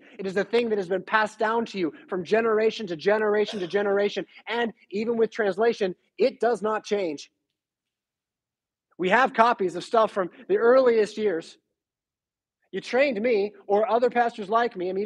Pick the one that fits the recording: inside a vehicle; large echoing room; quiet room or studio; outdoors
large echoing room